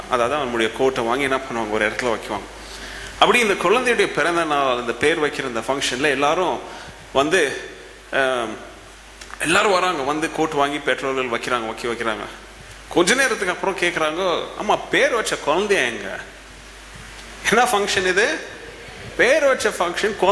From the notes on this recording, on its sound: Preached at the old sanctuary of Agape Bible Church during the Advent season of 2017.